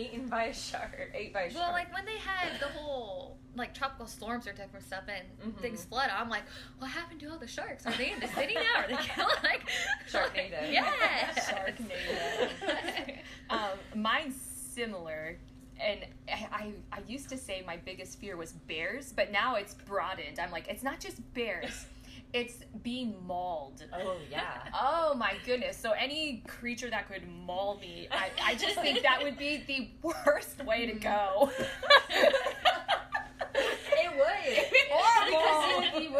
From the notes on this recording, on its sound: We were having a few audio difficulties, please hang in there as we are self-taught and growing into our roles.